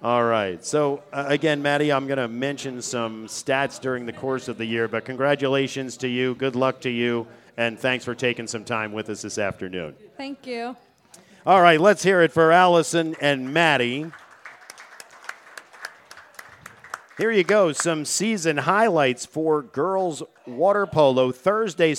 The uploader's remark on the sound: Live from the deck at The New Bertie's Inn